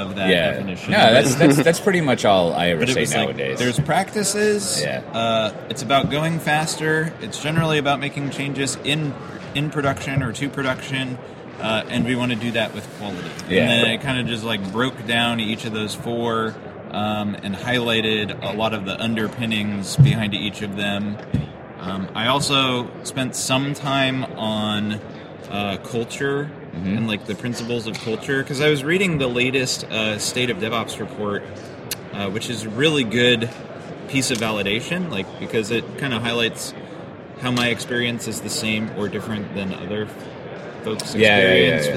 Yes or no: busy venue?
yes